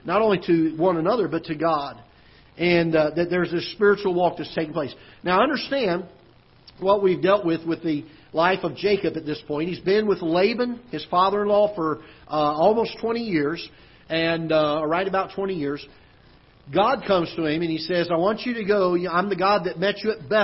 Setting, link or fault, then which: setting, large echoing room